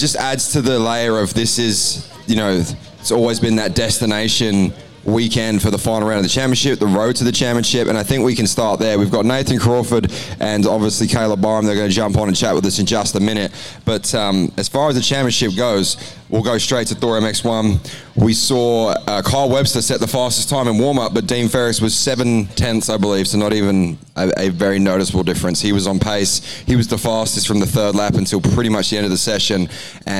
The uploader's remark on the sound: The AMX Superstores ProMX Radio Show from Coolum saw the Inside Dirt crew in the mobile media centre presenting to the live race fans in attendance across both days of the final round of ProMX.